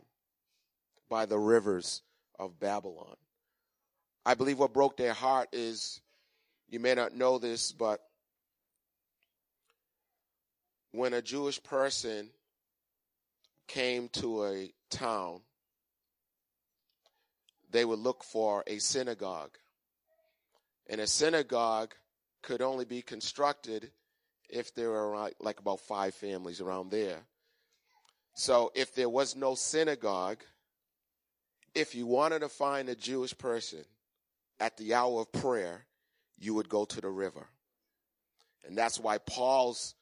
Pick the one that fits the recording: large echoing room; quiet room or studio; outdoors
large echoing room